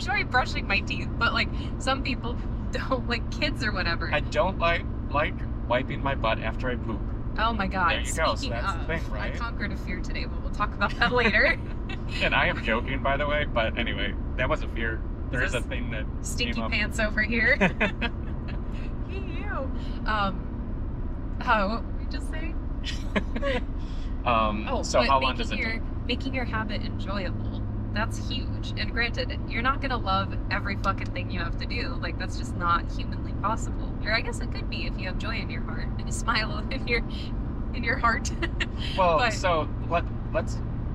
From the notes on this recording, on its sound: This week, we're sticking with our podcast habit by recording from the car. We had an audio snafu, but that won't stop us. Shure SM58 Microphones.